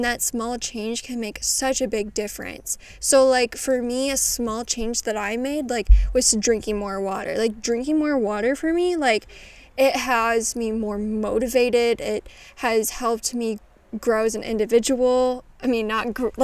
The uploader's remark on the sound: Tune in as I take you outside at my cabin!